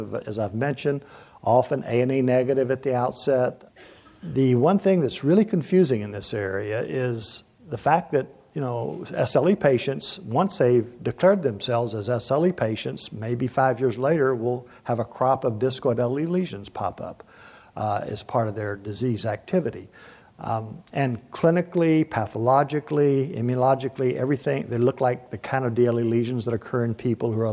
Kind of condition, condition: setting, live audience